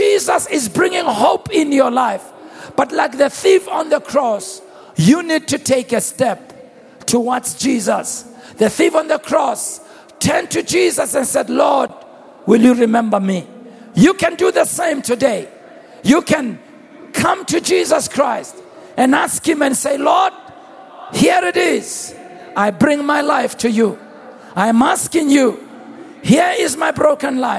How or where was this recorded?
live audience